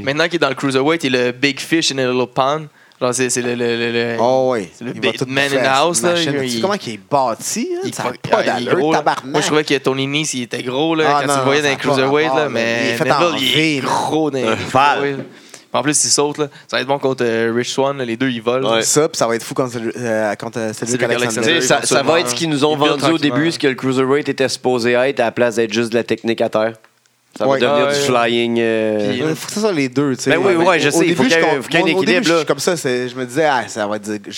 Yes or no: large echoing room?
no